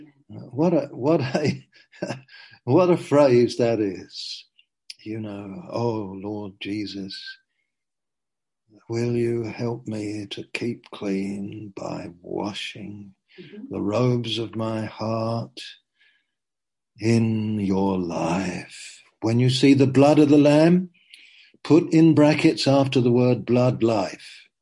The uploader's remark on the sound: Q & A (Zoom). Teign Valley Sessions.